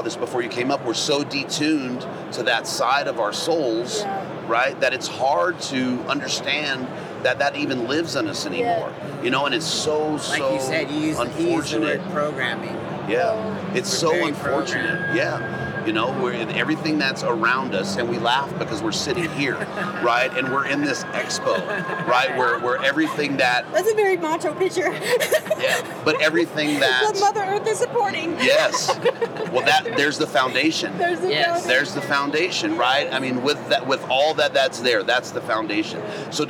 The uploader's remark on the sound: Continuing with the live recordings from Western Hunting and Conservation Expo in Salt Lake from the Initial Ascent booth!